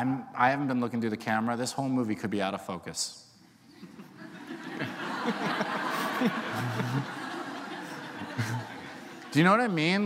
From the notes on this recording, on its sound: recorded on July 27, 2015 in front of a live audience at New York's 92nd Street Y